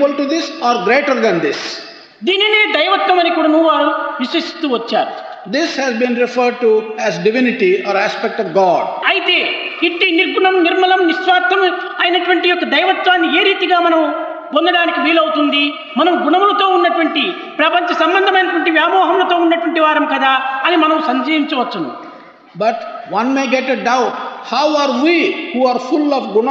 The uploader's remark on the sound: During the valedictory function of the 2nd World Conference of Sri Sathya Sai Organisations.